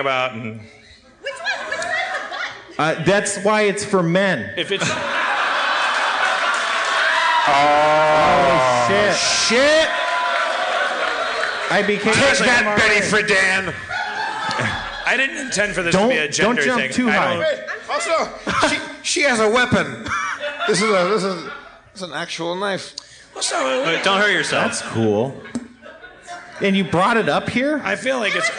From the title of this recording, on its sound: LIVE at San Francisco Sketchfest 2016!